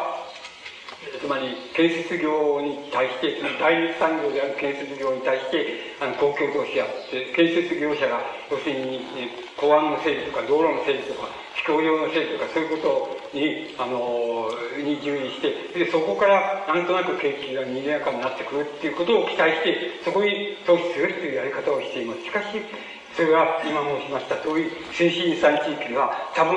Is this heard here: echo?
yes